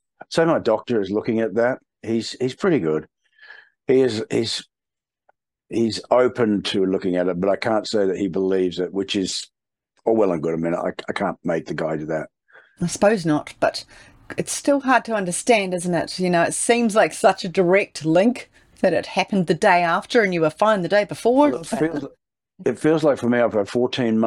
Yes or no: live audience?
no